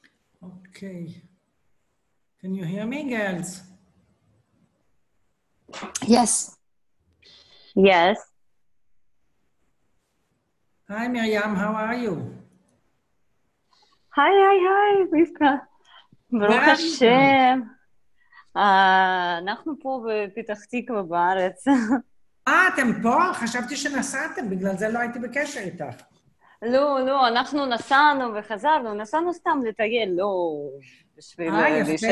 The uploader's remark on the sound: Zoom Class